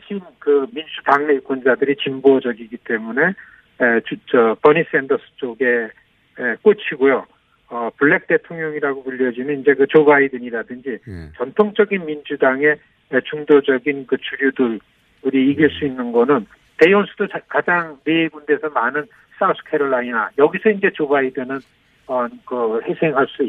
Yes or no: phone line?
yes